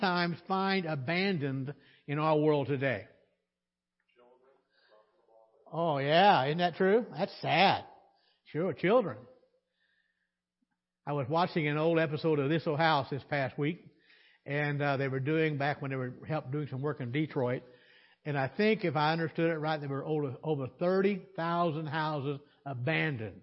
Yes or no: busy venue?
no